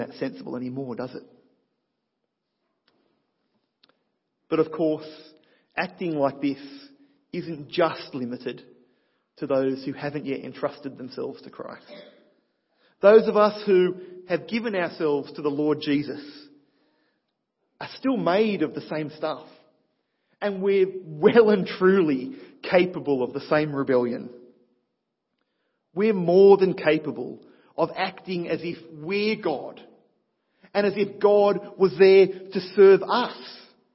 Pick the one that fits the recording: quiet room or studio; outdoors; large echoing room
large echoing room